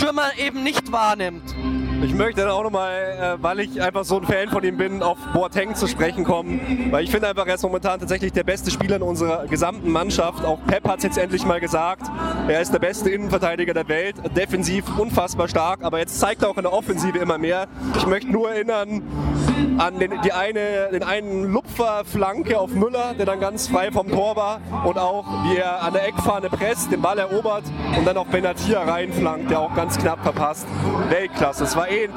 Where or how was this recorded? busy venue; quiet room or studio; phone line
busy venue